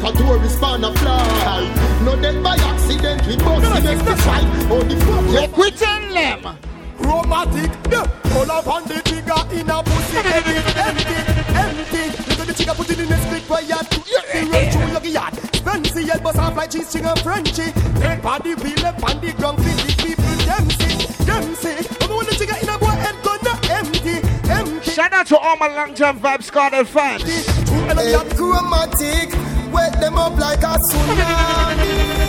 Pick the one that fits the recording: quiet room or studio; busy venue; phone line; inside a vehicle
busy venue